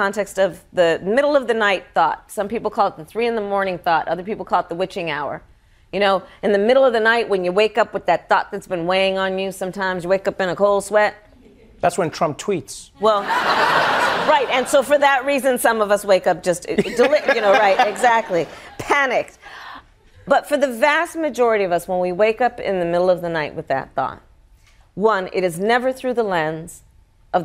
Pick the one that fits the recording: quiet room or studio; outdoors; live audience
live audience